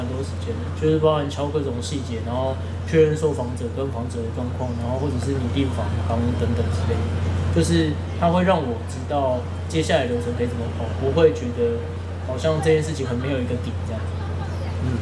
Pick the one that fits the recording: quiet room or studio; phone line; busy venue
busy venue